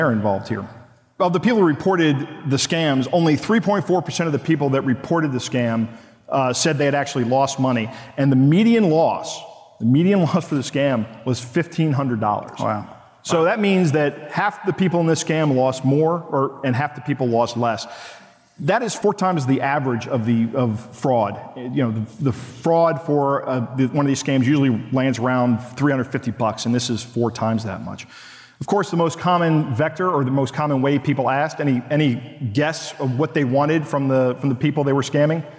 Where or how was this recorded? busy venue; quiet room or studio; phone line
busy venue